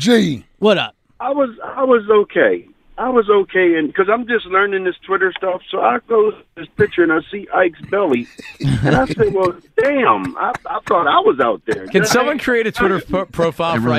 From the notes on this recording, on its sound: take your calls